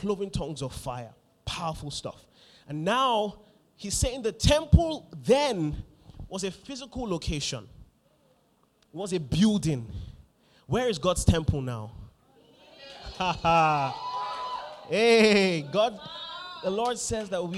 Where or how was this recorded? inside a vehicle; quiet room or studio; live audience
live audience